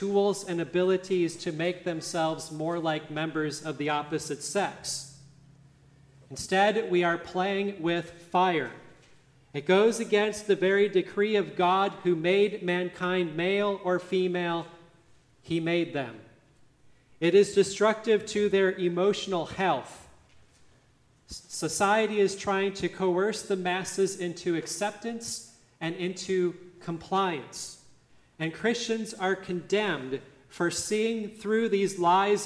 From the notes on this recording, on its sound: Listen to the service at Grace Lutheran Church, Lexington, MO on March 26, 2023.